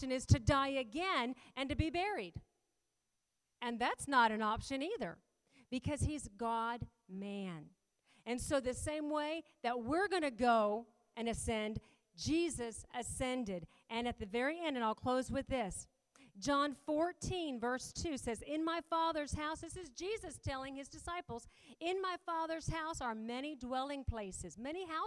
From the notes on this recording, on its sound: We sat down as a family and did a panel live at Vision Church on Easter Sunday.